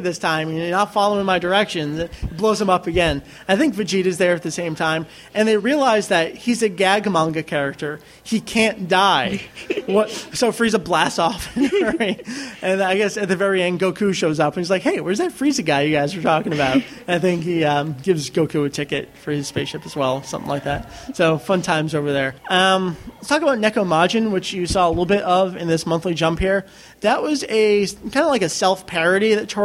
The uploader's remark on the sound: Record live from MangaNEXT 2007. During our panel ("DragonBall Manga: A History").